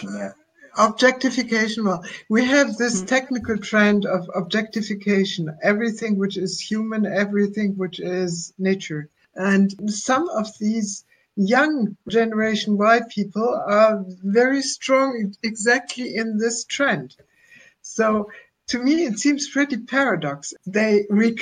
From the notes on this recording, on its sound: excerpt of a live video conversation